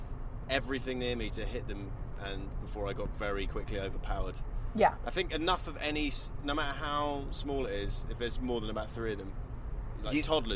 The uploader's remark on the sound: Traverse the perils of driving in LA. No dodgy neighborhoods or potholes will stop our hilarious hosts from getting this British standup to LAX.